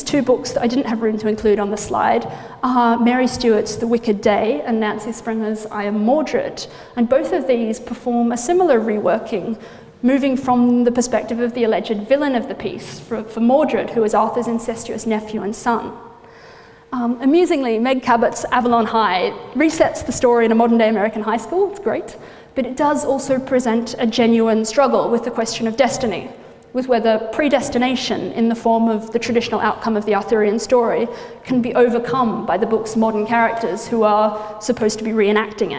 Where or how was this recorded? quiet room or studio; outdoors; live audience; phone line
live audience